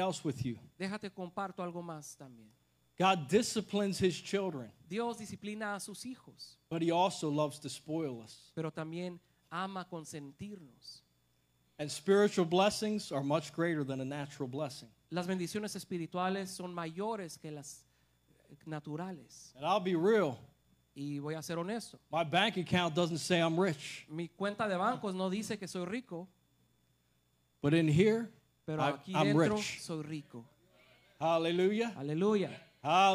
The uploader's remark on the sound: This message was recorded at Generación Victoriosa Church in Calexico, California. The message was translated into Spanish so listeners can hear it in both English and Spanish.